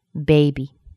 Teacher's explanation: E is usually a long sound, but when it's reduced, it just becomes shortened.